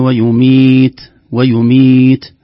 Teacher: الوقف على التاء الساكنة تحتاج إلى همس للحرف حتى يظهر. في الواقع لولا خروج الهواء اليسير هذا لما ظهرت التاء، أو اشتبهت بالدال، وإن كانت الدال تحتاج إلى قلقلة.